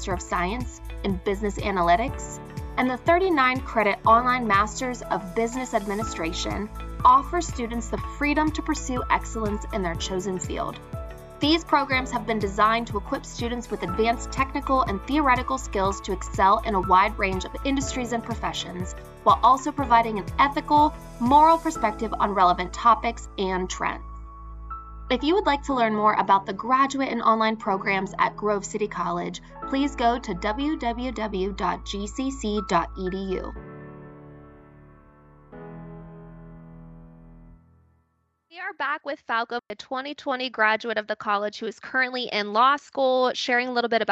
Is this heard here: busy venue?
no